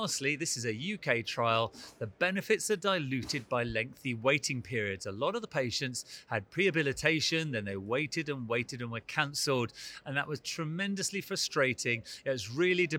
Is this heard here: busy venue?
yes